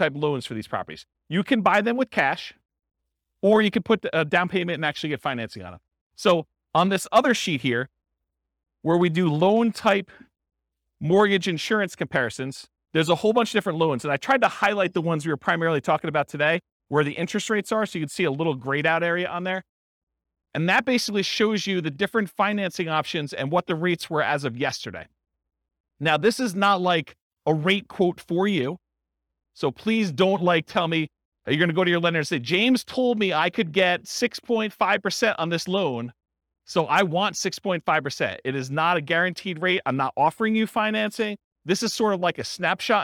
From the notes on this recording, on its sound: This was a live class recorded